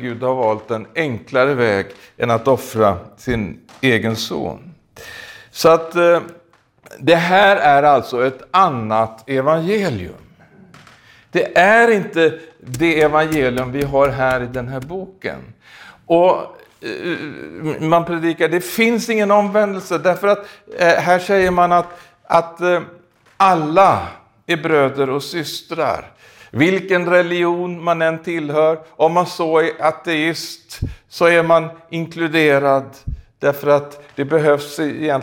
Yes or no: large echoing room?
yes